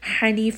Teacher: ha is going to be from the middle of the throat